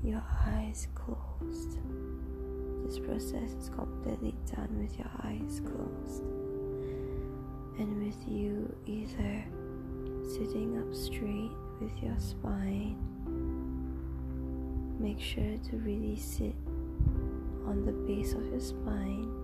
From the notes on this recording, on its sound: May require headphones as it is recorded with low volume